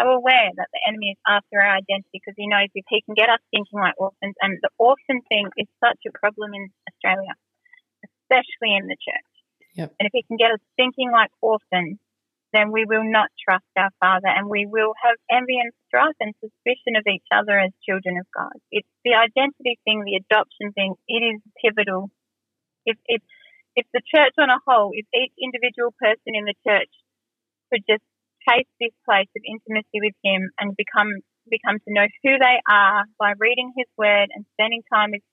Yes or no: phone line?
yes